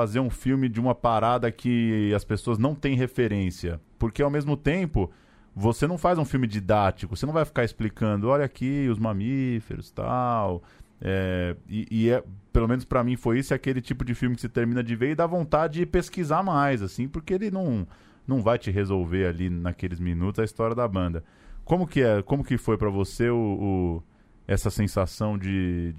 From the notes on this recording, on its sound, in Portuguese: Conversamos por telefone com o diretor. Recebemos no estúdio o diretor.